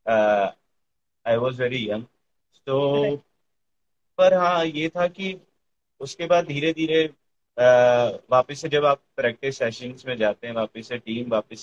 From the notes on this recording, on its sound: IDCF Special Instagram Live